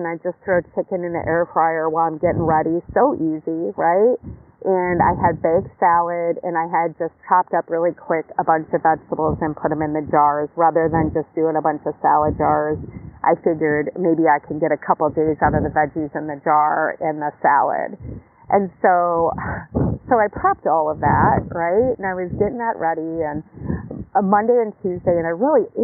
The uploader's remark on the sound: Live from the beach, post yoga.